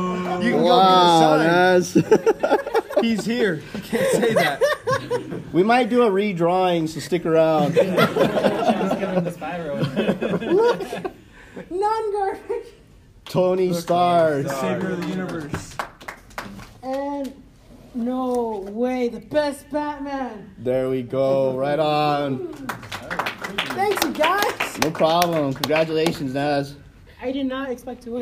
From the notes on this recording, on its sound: In todays episode we did our very first live panel at the Albuquerque Comic Con in Albuquerque, NM.